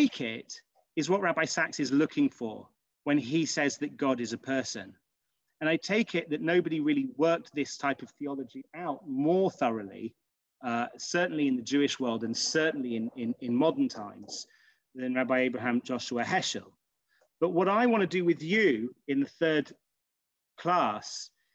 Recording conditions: video call